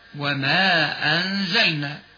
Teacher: يجوز لحفص فيه أن يمد بمقدار حركتين هكذا وما أنزلنا، ويجوز أن يمد لحفص بمقدار 4 أو 5 حركات هكذا وما أنزلنا. · Term: مدا جائزا